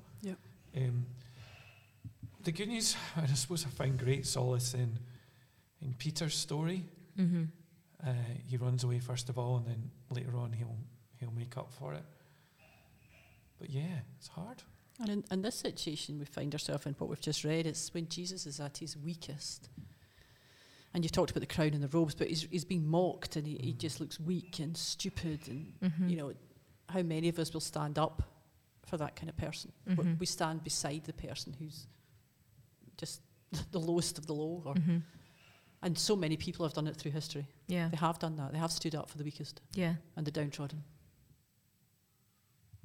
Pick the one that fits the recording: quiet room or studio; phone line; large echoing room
large echoing room